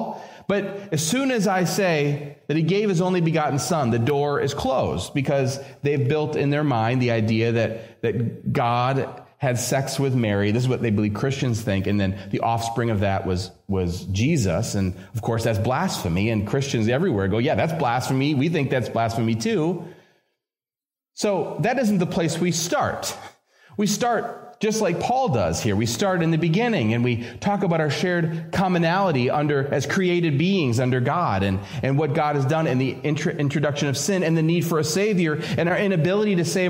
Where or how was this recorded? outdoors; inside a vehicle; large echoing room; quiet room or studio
large echoing room